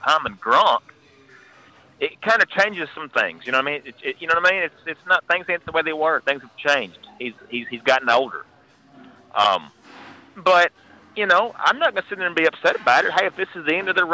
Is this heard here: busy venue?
yes